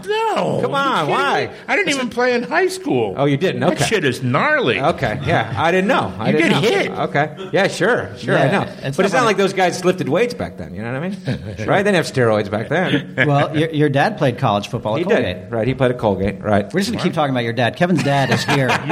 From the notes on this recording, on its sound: from the stage at IO West during the The 13th Annual Los Angeles Improv Comedy Festival